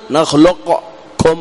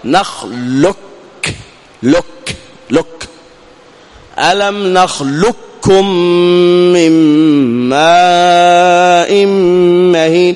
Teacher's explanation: أدغمنا القاف في الكاف، إدغاما يسمونه محضا، أي خالصا كاملا · Shown in: second take · إدغام محض أي خالص، أي ذهب الحرف وهو القاف وذهبت صفته وهي الاستعلاء، فصار هكذا نخلق، ذهب القاف ما تسمعه، ما نقول نخلقكم لا، وإنما نقول نخلق، لك لك، ألم نخلق كم من ماء مهين.